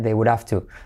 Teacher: podemos saltar la H